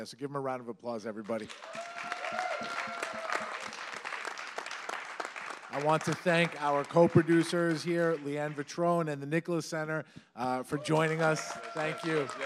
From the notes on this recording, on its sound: Recorded in front of our live audience at the Jeanne Rimsky Theater (Landmark on Main Street) immediately following the talks at our SPEAK: Neurodiversity pop-up event. In Port Washington, New York.